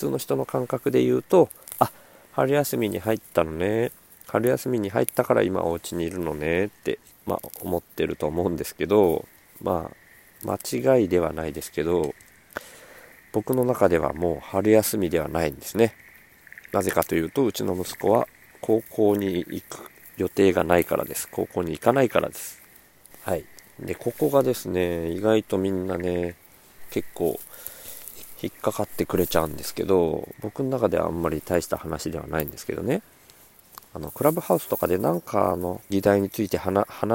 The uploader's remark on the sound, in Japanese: 苗代 に敷いた藁の隙間から生えたスギナを取りながら録音。